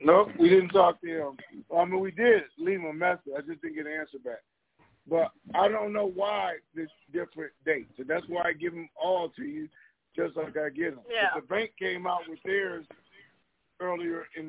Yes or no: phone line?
yes